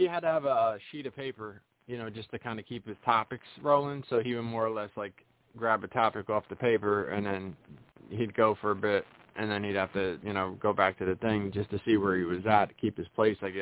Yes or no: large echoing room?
no